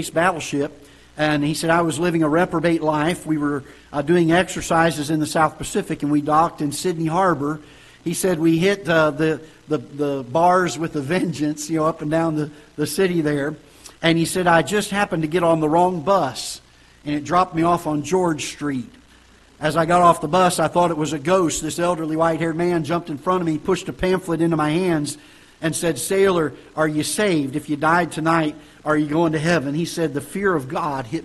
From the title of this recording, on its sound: Ketha Heights Baptist Church ~ Live Broadcast